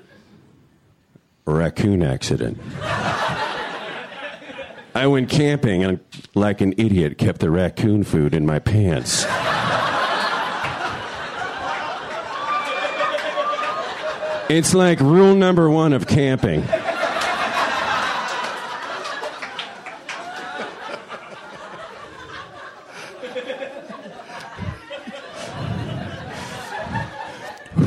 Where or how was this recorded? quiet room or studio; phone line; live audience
live audience